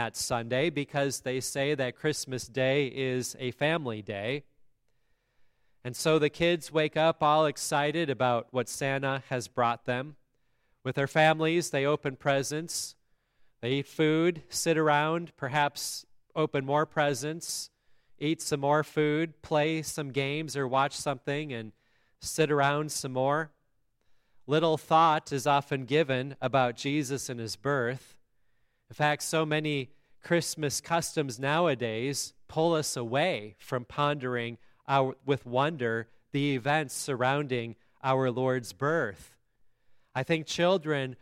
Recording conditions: large echoing room